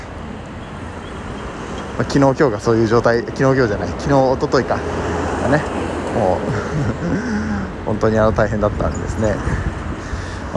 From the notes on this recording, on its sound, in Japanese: 雑音多め。